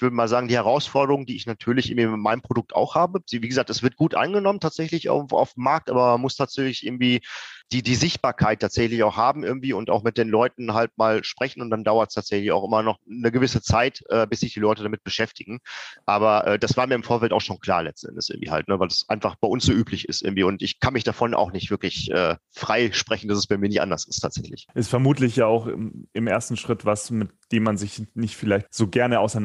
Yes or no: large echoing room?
no